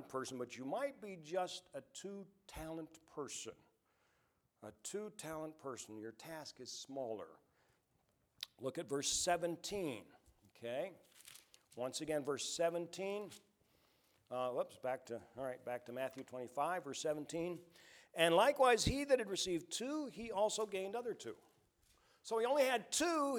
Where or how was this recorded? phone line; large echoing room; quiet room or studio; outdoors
large echoing room